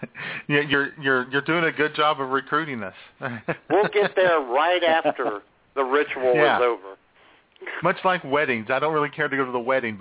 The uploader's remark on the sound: all the while taking your phone calls.